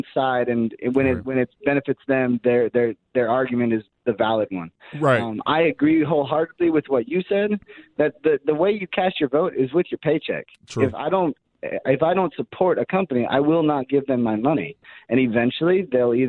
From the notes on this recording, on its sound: Calls from the audience